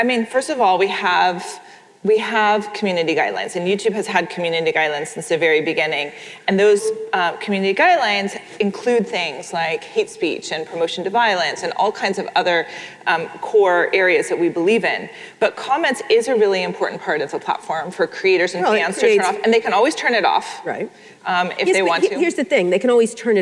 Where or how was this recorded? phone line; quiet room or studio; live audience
live audience